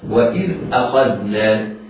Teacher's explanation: همزة أخذنا مرققة، بعدها الخاء مفخمة، بعدها الذال مرققة